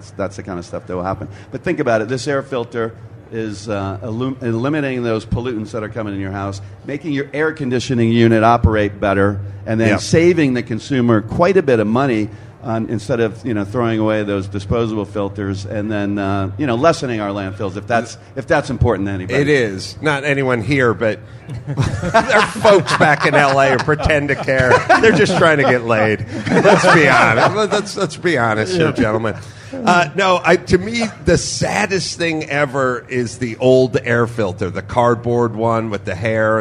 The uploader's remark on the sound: live in the K&N Booth at SEMA